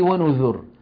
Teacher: أنا الآن عم بنطق راء ساكنة قبلها ضمة